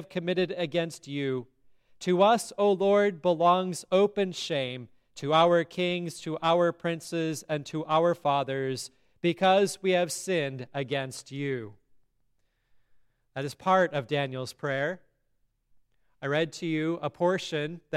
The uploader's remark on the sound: sermon at Grace Lutheran Church, Lexington, MO